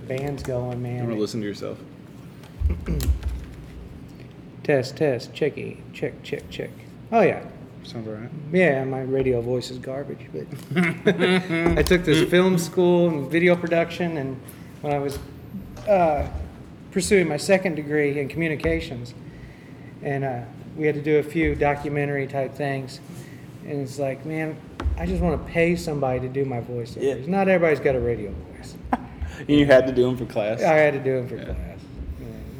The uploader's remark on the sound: Thanks to AVRC for letting us record in the backroom at the shop!